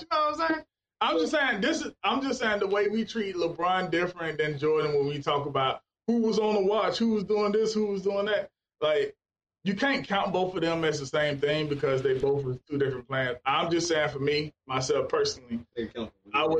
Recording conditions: poor sound quality